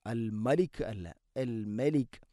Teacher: അൽ മലികു അൽ മലിക് അല്ല, അൽ മലികു. മീമിനെ പിന്നെ നേർപ്പിക്കണം, കനപ്പിച്ചുകൊണ്ട് ഉച്ചരിക്കരുത്